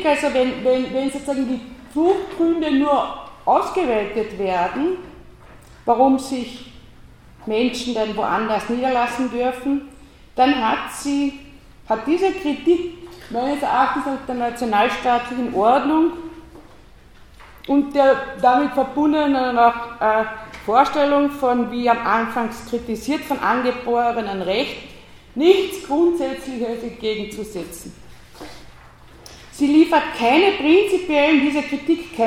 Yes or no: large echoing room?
yes